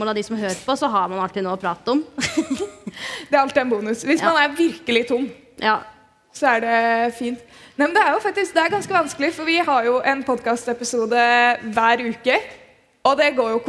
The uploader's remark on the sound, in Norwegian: (LIVE). Har besøkt Klæbu ungdomsskole for å spille inn en episode forann publikum!